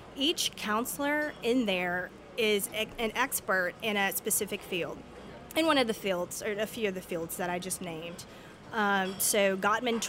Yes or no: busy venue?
yes